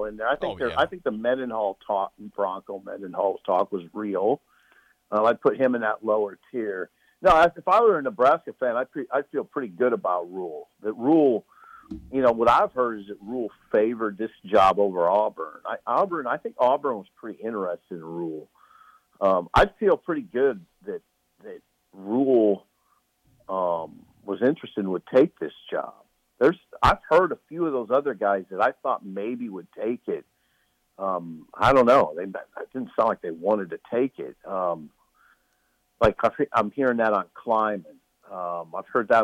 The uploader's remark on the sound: is in Iowa City and calls